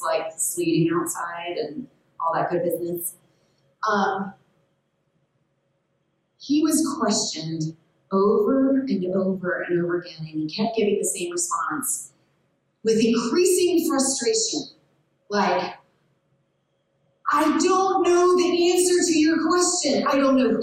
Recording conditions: poor sound quality